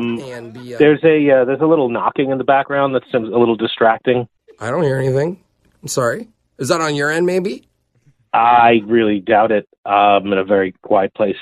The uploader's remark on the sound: Phone Tap